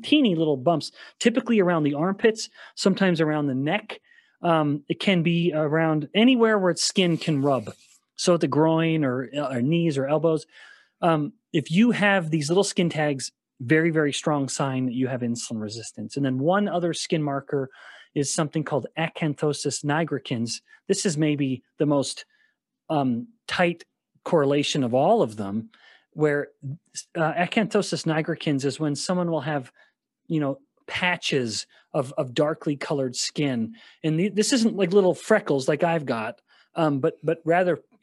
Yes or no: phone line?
no